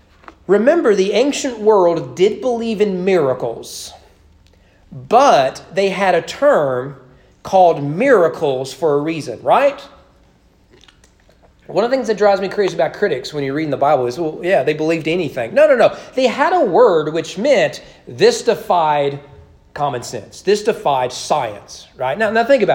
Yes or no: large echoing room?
yes